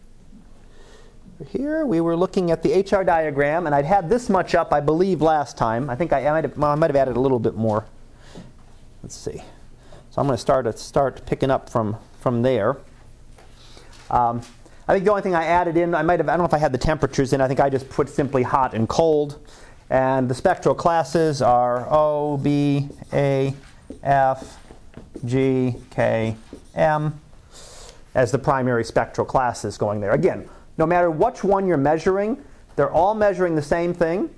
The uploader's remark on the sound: Live Class Lecture